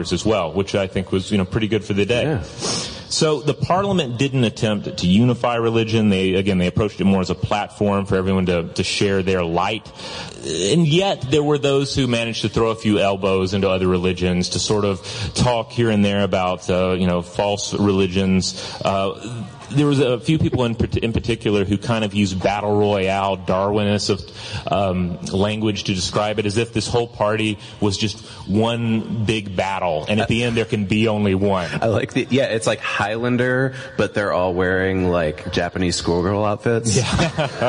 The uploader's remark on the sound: live C2E2 2017 discussion